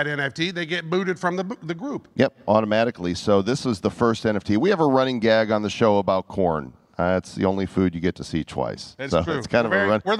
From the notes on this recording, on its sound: Live from NFT NYC 2023. Hear their entire presentation from the event, right here.